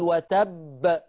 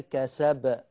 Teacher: لقيته حرف مشدد علوا القلقلة شوية، لقيته حرف مش مشدد القلقلة تنزل شوية، حلو كده؟ يعني مول وتب غير كسب اخف شوية كده.